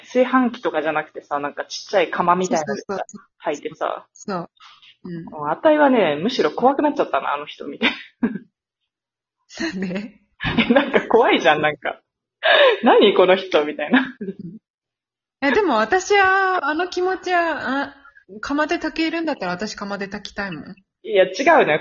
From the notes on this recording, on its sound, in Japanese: From Radiotalk。３人とも違う国にいるせいか音質が悪いです…（泣）。海外から配信。